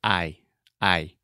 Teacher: you're starting with kind of an ah, ah, ah sound, and then you're going to the e, e. · Term: moving vowels